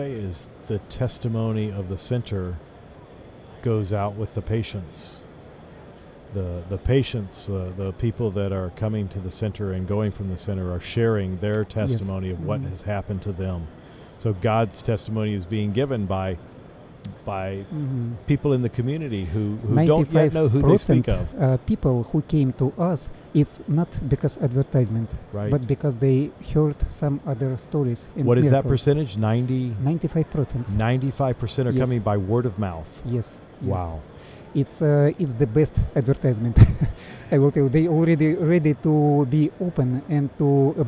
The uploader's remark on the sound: This episode was recorded on location at ASI International Convention in Kansas City, Mo.